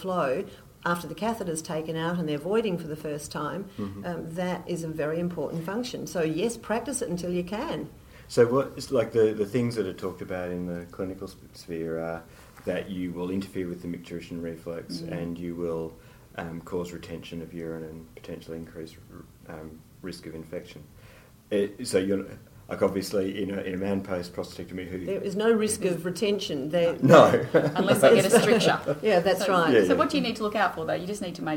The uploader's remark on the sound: This podcast was recorded at the Australian Physiotherapy Association's CONNECT 2015 conference.